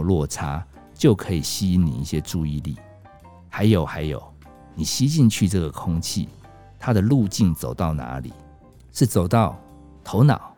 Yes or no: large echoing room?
no